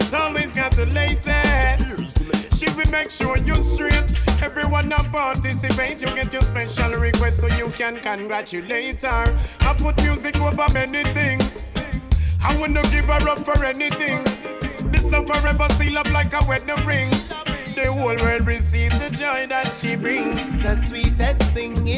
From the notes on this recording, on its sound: Originally broadcast live on July 18, 2016 from the storefront of The Late Late Bar on Houston Street in New York City.